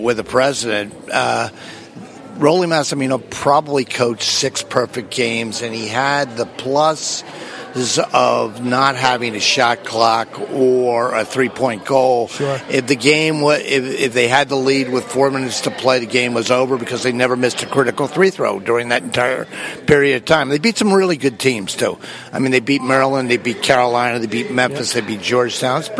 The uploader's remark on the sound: BLS is live from the Pavilion on the campus of Villanova, as we broadcast live our pregame show for the season opener for the 2015-2016 National Champions.